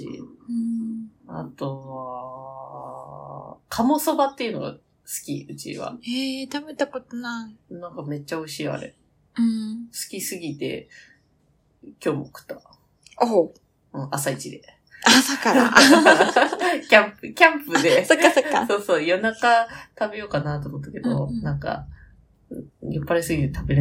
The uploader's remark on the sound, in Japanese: 台風接近中時のため、雑音多めですみません。。。